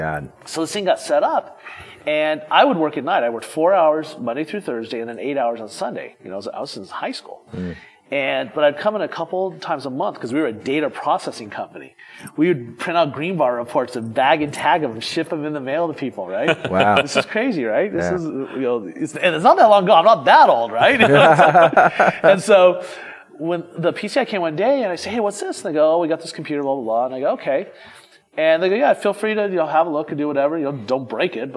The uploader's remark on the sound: Live at DevConnections! Recorded in front of the DevConnection audience in Orlando.